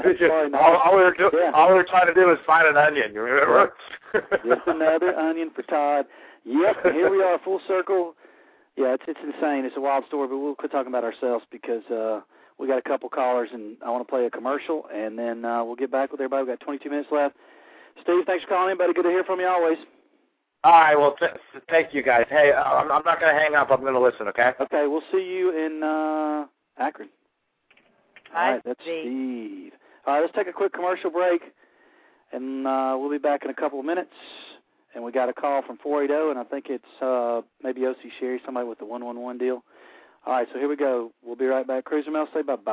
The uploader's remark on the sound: Fans will be calling in to tell us their feelings